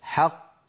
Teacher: لاحظوا بأن القلقلة للقاف الثانية وليست للقاف الأولى المدغمة. حق هذه قاف مدغمة، ط هذه القاف الثانية المقلقلة.